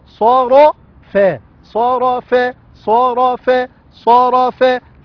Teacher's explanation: الصا مفخمة، الرا مفخمة، الفا مرققة